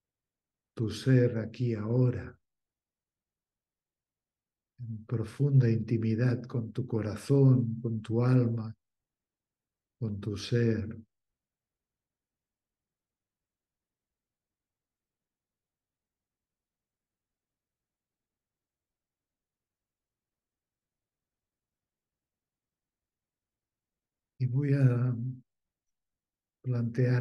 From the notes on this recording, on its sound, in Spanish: Esta meditación es una grabación de un encuentro online en vivo. Material editado.